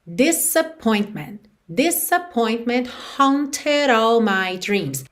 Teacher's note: esse S é um S só em inglês na escrita, mas o som corresponde aos nossos dois S em português.